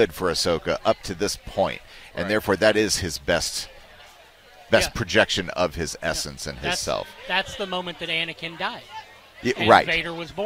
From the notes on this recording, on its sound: Out on location at the 2023 Cooper-Young Festival.